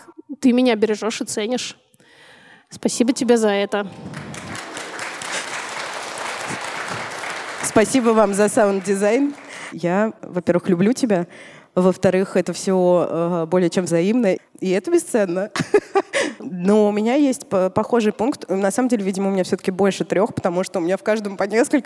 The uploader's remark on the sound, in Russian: Мы встретились со слушательницами (и четырьмя слушателями!) в ДК Рассвет, чтобы провести предновогоднюю открытую запись.